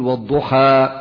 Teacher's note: هذا الألف الذي بعد الحاء، هذا مد طبيعي يمد بمقدار حركتين